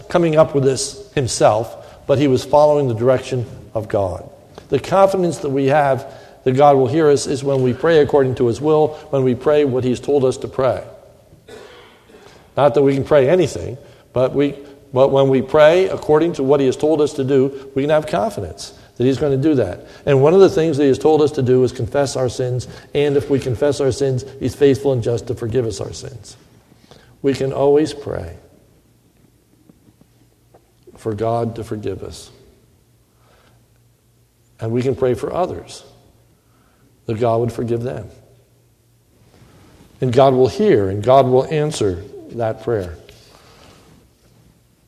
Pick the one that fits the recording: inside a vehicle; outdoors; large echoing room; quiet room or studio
large echoing room